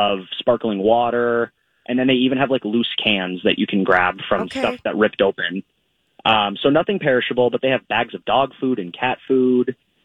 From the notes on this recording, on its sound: Is in studio today. Called.